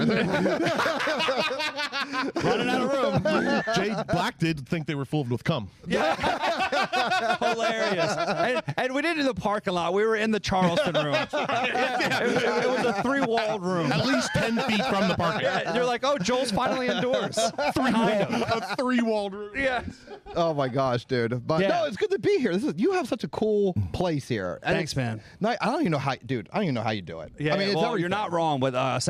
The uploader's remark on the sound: interview comics fresh off the stage from our monthly 7 for 7 comedy show!